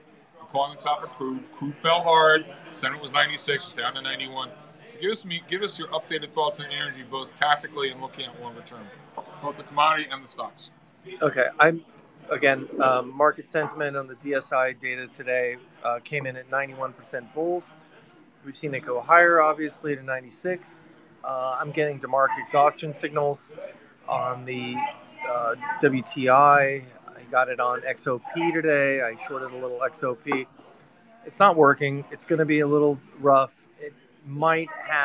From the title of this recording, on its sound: Live from Sally’s Apizza